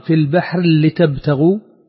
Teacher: الإدغام في البحر لتبتغوا، يعني يذهب الراء كاملة فيدخلها في اللام